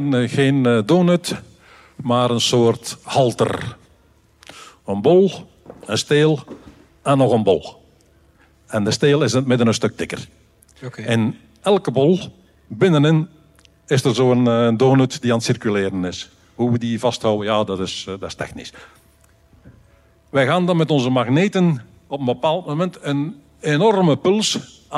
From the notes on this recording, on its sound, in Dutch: Bits&Atomen’ stond vorig weekend live op Nerdland. Dit is de captatie van dat optreden.